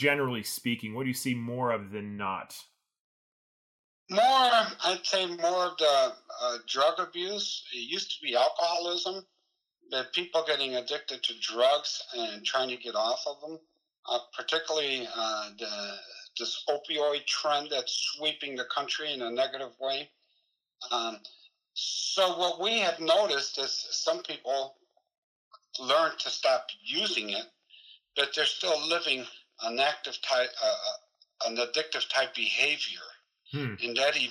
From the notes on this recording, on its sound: I know the audio is a little rough, but it was the best we could do!